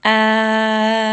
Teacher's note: I rested on this lam for a little bit of time, not too long, but just a little bit to give it some tawassut so that we are resting on this so it is very audible.